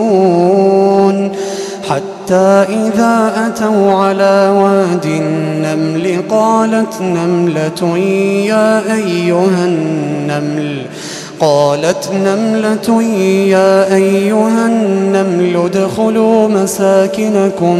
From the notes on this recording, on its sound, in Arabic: تسجيلات من صلاة التراويح لشهر رمضان عام 2016